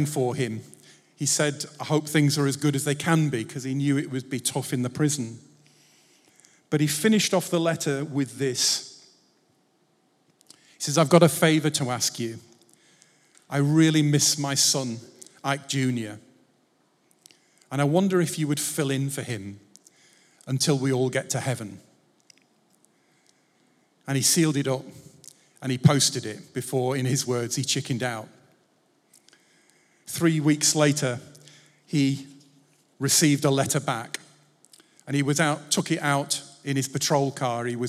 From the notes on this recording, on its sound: Recorded Live at Life Church Lancashire.